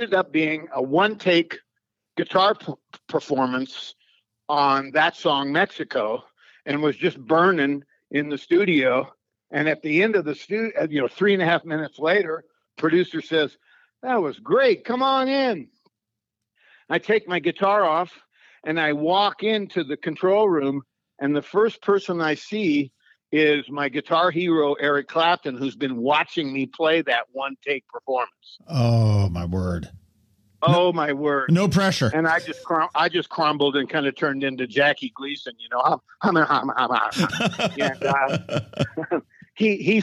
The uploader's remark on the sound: We hopped on the phone